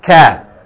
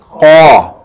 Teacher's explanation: Be careful because the sound is close. Kaf is pronounced at the back of the tongue, and qaf is pronounced after it, at the end of the tongue, just before the top of the throat.